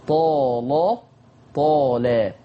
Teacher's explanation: كلمة طال يجوز فيها تغليظ وترقيق اللام وصلا، ولكن مع ملاحظة تطرف اللام، ولكن مع ملاحظة تطرف اللام، يعني لما اللام تبقى متطرفة ينفع عليها غلظ ورقة.